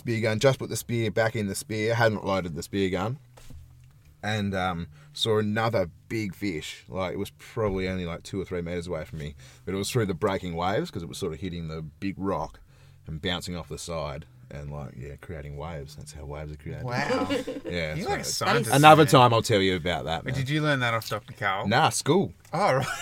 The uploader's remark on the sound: We chat, we laugh, we chat as we laugh and we get through a platter of stories delivered directly from the car studio parked neatly at our favorite campground.